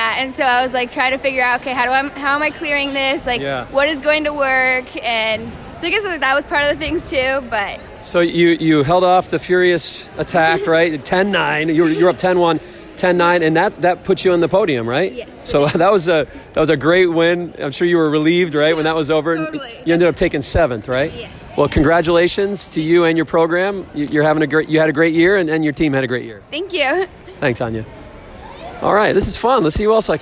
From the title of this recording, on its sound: On the Floor at WCWC Nationals